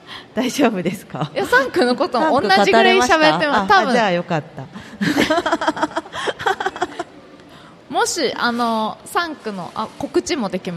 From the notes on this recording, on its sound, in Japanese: 楽しく公開収録